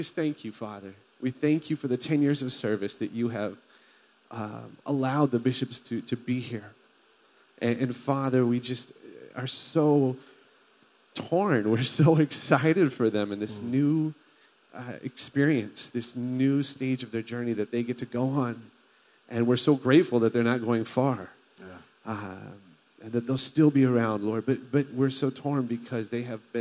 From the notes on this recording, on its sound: Delivered on 22 July 2018 at Grace Church of La Verne. At Grace Church of La Verne.